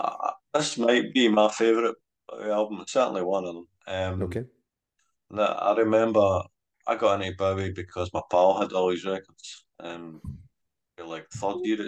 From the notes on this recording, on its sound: thankfully, his video connection just about held out until 10 seconds before we stopped recording.